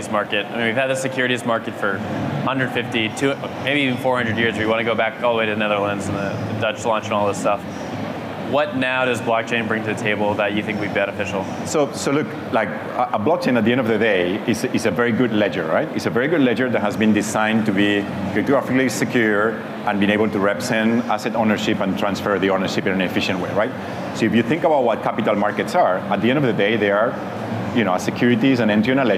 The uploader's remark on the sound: "The Hash" is live from Consensus in Austin, Texas